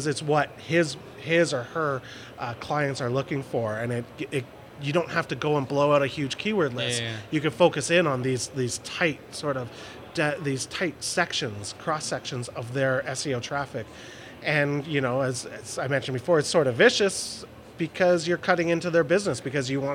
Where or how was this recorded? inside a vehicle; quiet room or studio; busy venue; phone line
busy venue